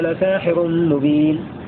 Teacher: بسين مفتوحة وألف بعدها وكسر الحاء